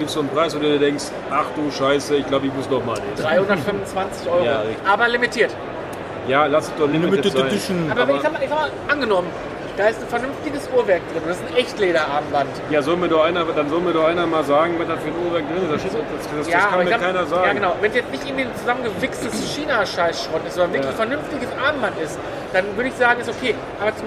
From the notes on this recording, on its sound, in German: Quickie live von der Gamescom 2022. Live von der Messe.